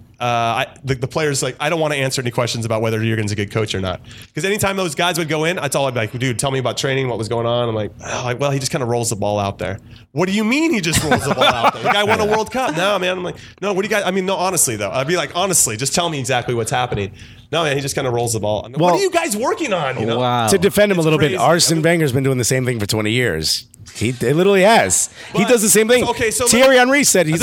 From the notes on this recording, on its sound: live at Upper 90 Brooklyn